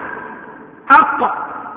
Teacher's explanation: ويخرج من أقصى اللسان مع ما فوقه من الحنك الأعلى · Term: القاف